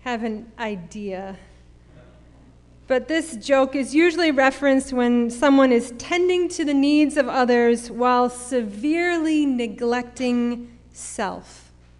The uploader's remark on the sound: Sermon preached at RCHP on October 31, 2021.